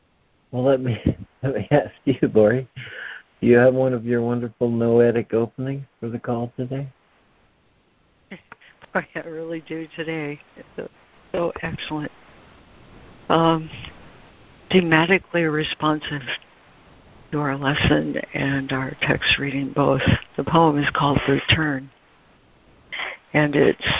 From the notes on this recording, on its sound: ACIM Daily Conference Call